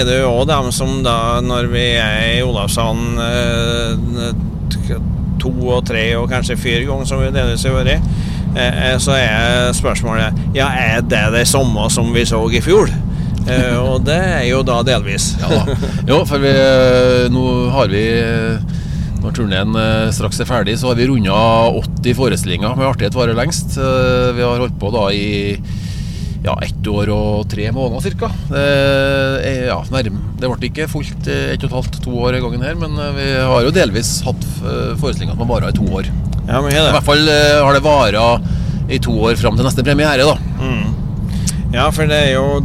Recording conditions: inside a vehicle